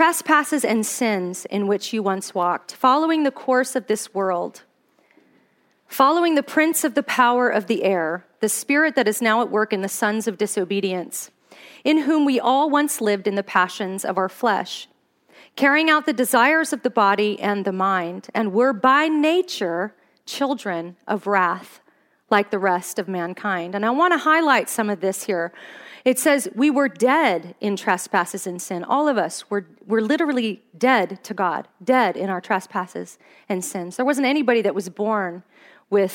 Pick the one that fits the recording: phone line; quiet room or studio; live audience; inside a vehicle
live audience